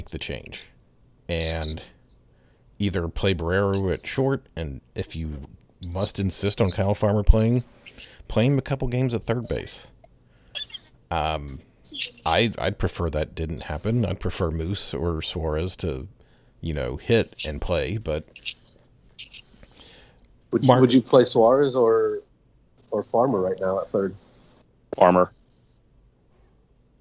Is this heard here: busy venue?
no